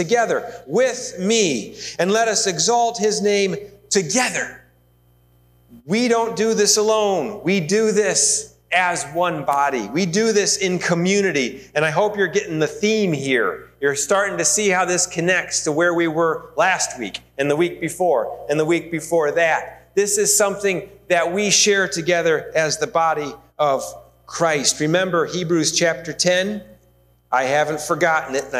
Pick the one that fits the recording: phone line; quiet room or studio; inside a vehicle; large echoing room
large echoing room